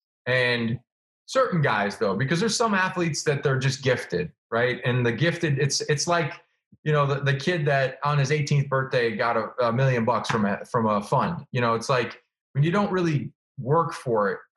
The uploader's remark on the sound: This week, we sat down over Zoom